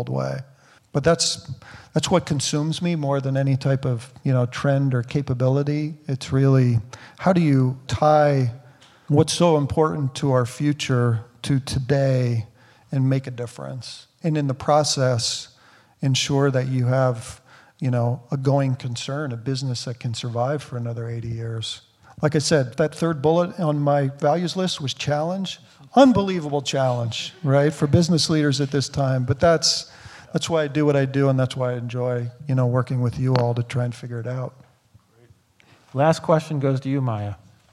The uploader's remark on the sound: recording of the first live Albers Executive Speaker Series panel in 18 months